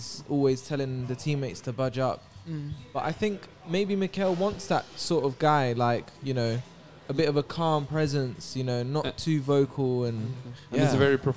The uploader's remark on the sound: We sit down with the die hard supporter at Tollington Pub.